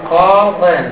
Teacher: هنا أيضا عندنا ياء ساكنة ما قبلها مكسور وهنا أيضا نون ساكنة فتحذف الياء فتقول ماذا قاضٍ بدون ياء هذه النون تكتب هكذا لأن التنوين ليس نون أصلية واضح؟ فهنا · Term: التقاء ساكنين